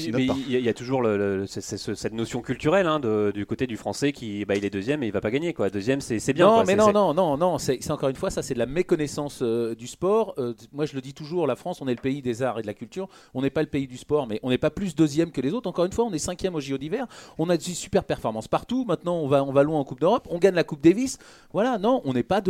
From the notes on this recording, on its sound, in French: Joints par téléphone.